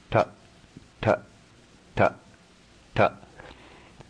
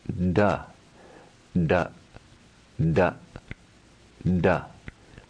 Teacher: Again, you can hear the difference between a hard and a soft sound. If you pronounce ta continuously with your fingers in your ears, you'll hear it has no resonance. · Shown in: first take · Ta, ta, ta, ta. · Term: hard sound